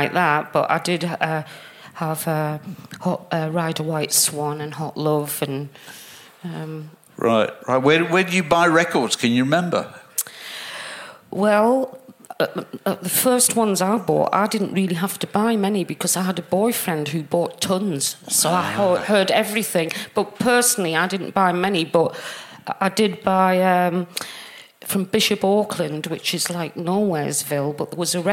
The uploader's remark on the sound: recorded with an audience at London’s 21Soho club in late November